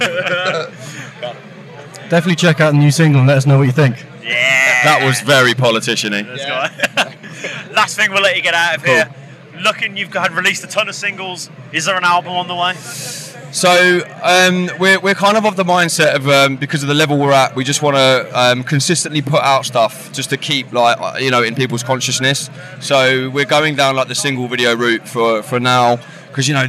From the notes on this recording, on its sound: Live from Bloodstock 2023